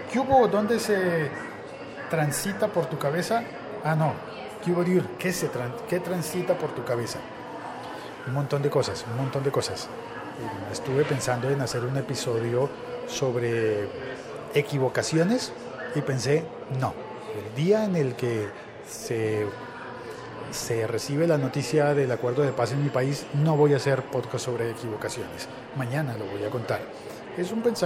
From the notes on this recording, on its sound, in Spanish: De fondo se oye la reunión de gente en la plaza para ver la transmisión desde La Habana de la firma de los acuerdos de paz para Colombia.